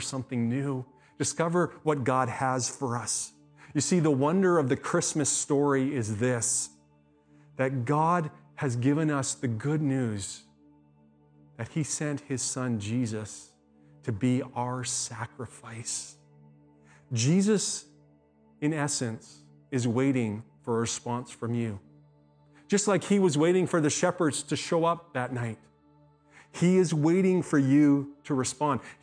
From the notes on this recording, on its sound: speaks at SouthRidge Fellowship, a Langley church